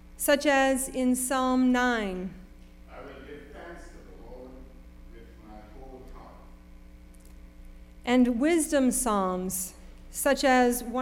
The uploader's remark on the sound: Sermon preached at RCHP on February 26, 2023.